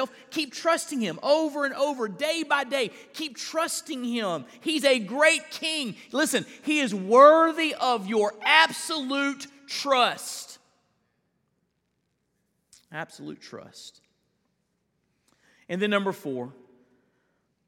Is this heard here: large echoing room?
yes